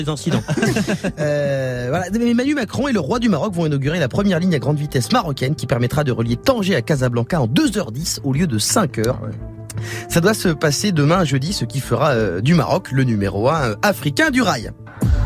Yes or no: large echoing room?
no